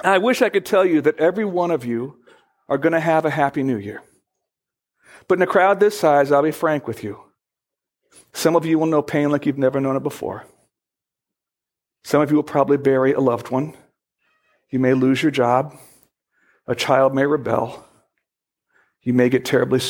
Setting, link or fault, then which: setting, large echoing room